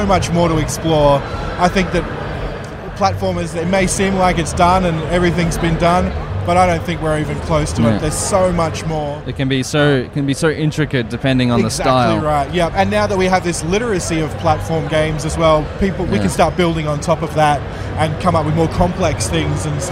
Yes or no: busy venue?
yes